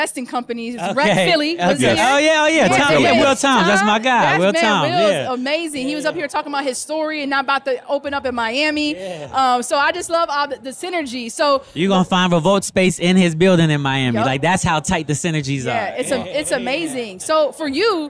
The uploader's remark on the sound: We Went LIVE at the FutureLAND Conference 2023